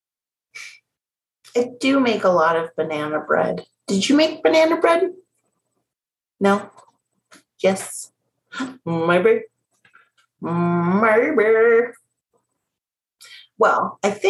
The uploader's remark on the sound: This episode that was recorded on my IG live.